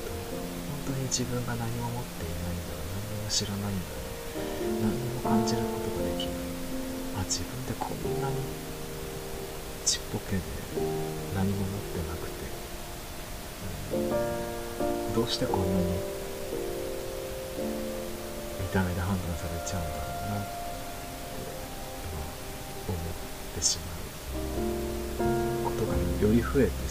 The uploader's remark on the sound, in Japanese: 音声も未だにノイズ混じり